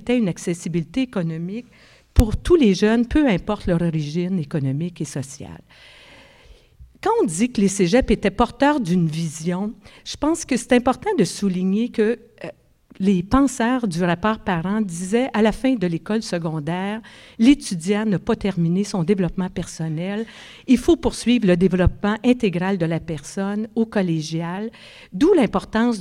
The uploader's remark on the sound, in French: Conférence de clôture du colloque 2017 de l'AQPC, à Montréal.